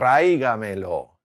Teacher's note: we're stressing that A, the accent's going to maintain this stress.